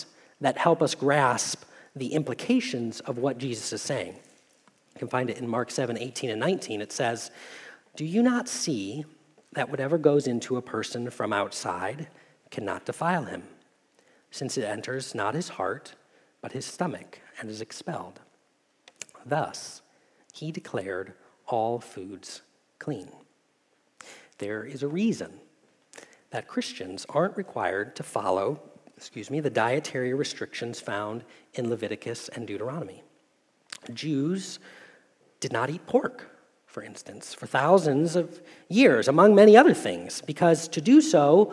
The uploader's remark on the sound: Message Preached at Valley Creek Church